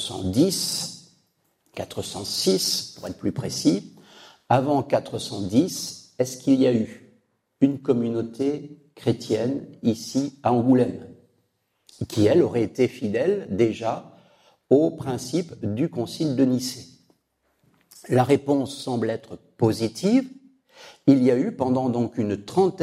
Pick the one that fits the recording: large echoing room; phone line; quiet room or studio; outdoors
large echoing room